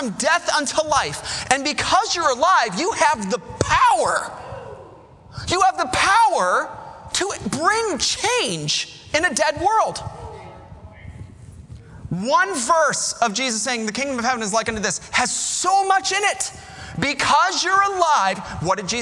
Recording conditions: large echoing room